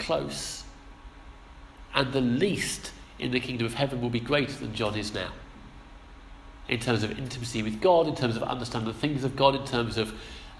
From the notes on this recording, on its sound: Our sermon from the 11am service